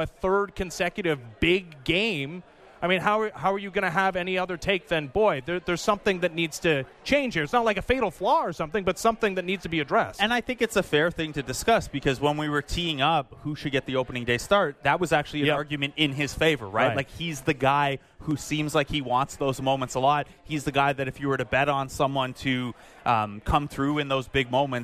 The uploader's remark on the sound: We are live from Rogers Centre, inside the Sportsnet Bar and Grill